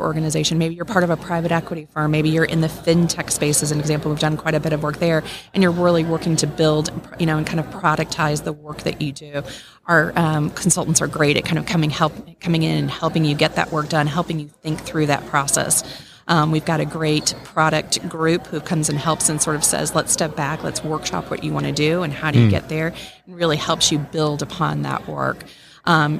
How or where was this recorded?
busy venue